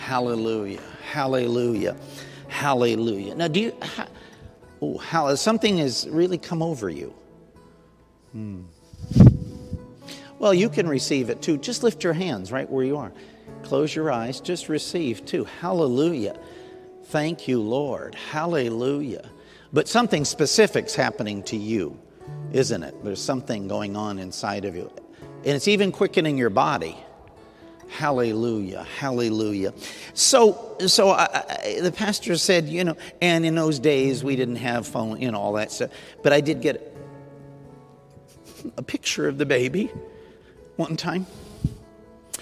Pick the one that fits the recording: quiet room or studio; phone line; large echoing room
large echoing room